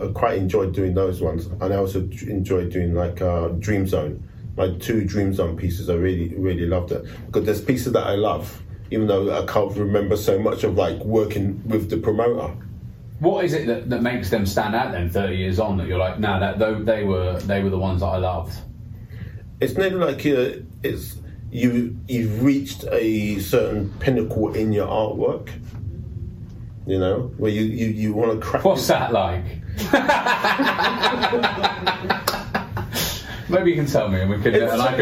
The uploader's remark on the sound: for the sound quality in this episode